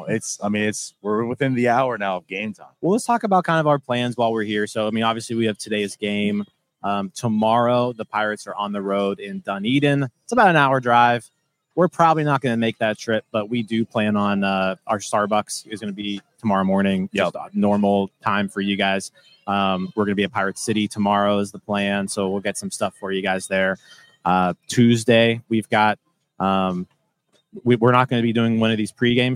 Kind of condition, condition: setting, busy venue